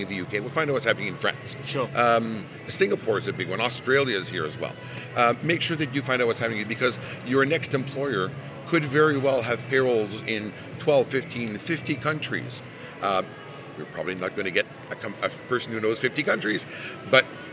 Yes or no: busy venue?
yes